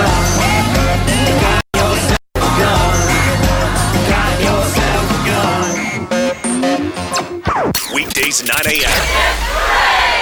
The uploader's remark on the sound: On the road this week broadcasting "live" from the FedEx Cup playoffs, The Northern Trust. The amazing LNGC venue.